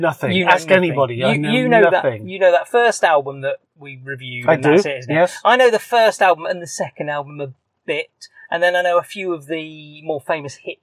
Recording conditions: inside a vehicle